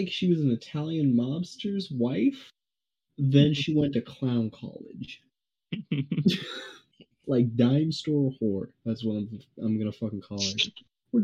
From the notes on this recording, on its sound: I hope you enjoy the terrible audio quality at its best. We weren't really in our right minds recording this.